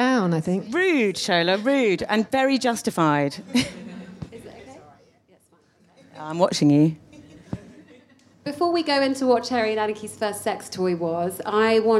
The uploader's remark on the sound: A very special live edition of the Hotbed, recorded at Sh! Women’s Store in London. Their gaggle of gorgeous listeners.